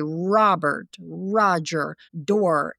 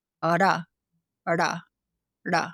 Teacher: In English, the R, if you say Robert, Roger, door, the R is very forward. But in Sanskrit, the R is back and up. · Shown in: second take · So this is like ara.